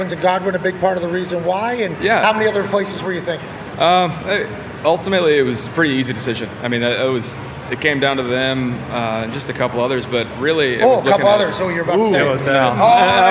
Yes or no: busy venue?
yes